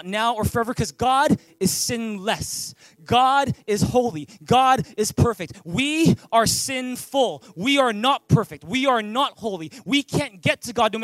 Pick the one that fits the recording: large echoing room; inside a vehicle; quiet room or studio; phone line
large echoing room